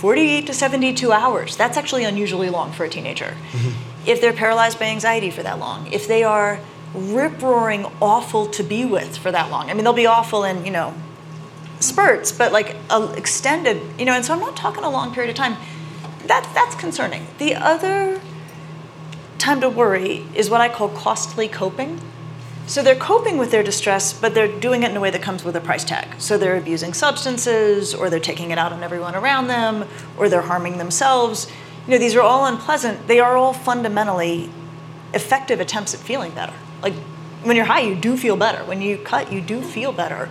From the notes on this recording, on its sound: Interview each other about their books at the 2023 Aspen Ideas Festival and take questions from the audience.